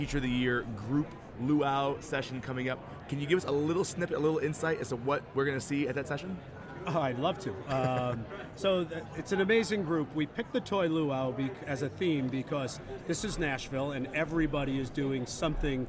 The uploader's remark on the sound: Live from SHAPE Nashville Day 2!